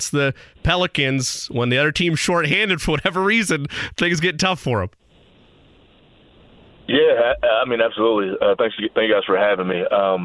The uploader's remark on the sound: The guys also receive a couple phone calls.